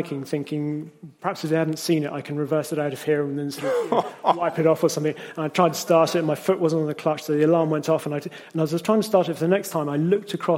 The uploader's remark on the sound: The Intercooler's very first live podcast recording. In front of an audience of 120 car enthusiasts at a wonderful venue, Henry's Car Barn near Gaydon.